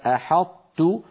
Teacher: الأمثلة الأخيرة التي نراها وهي قوله تعالى: أحط، هنا أدغمنا حرف القلقلة وهو الطاء في مجانسه وهو التاء